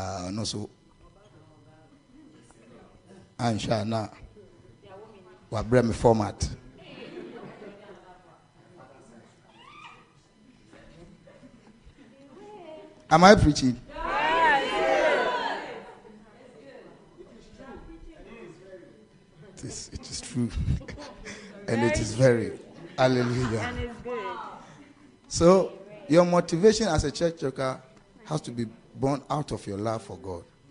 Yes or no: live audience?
yes